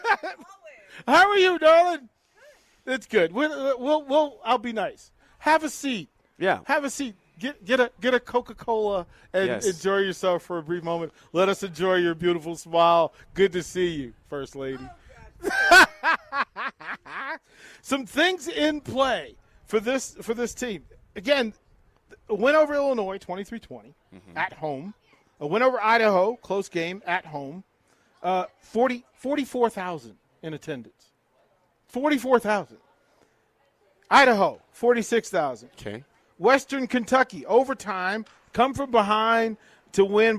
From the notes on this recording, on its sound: Nebraska Football Talk Live from Barry's